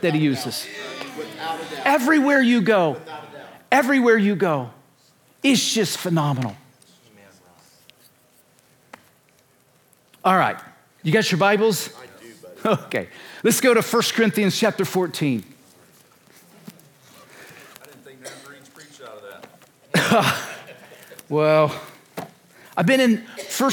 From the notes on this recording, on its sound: This is from the WED Evening session from the 2023 conference.